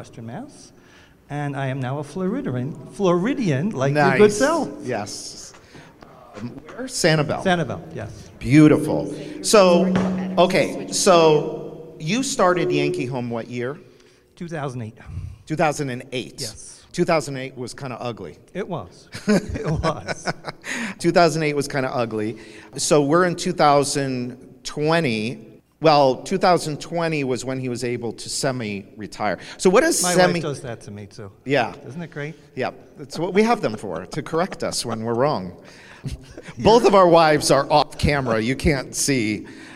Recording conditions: busy venue